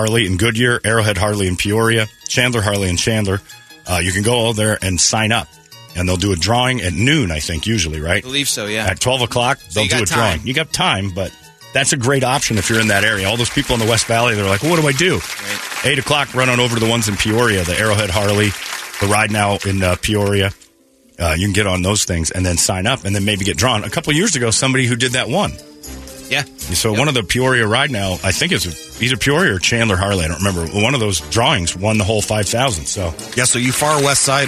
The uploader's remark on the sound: Third And Fourth Rounds Of Call Ins